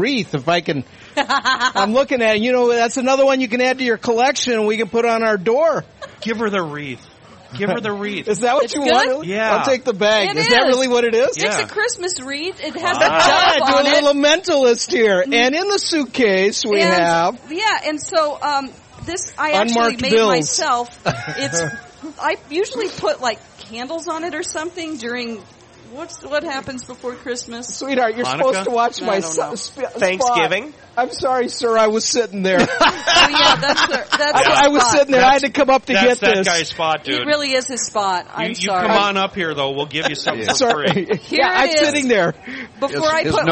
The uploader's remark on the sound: Today we play a great game at the State Fair